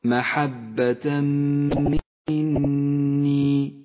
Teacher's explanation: ندغم التنوين بالميم يسقط التنوين من اللفظ ولذلك لون باللون الرمادي وشددت الميم التي بعده تغن الميم بمقدار حركتين ولذلك لونت بالأخضر محبة مني. · Term: الإدغام بغنة